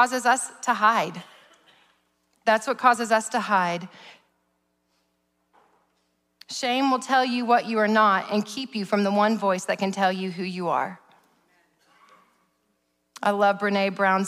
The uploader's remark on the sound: preached at Sozo Church in November of 2021